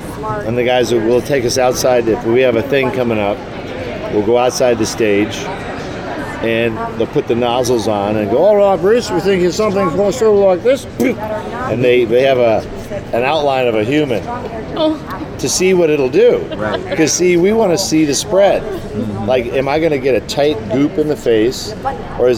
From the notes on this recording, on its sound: Taped before the start of season three of Ash Vs The Evil Dead. Sat down at New York Comic Con.